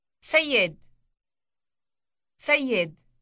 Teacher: Note the elongated Y sound.